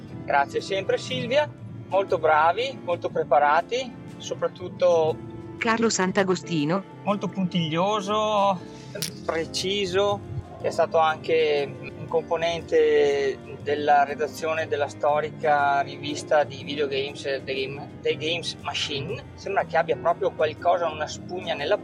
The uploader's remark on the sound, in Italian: Registrazione del podcast muovendomi in auto.